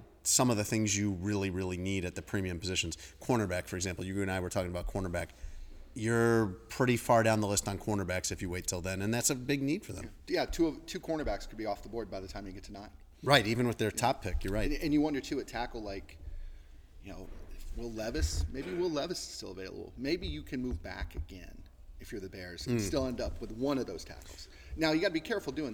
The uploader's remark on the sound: Live From The NFL Meetings. From the NFL's annual meetings in Phoenix.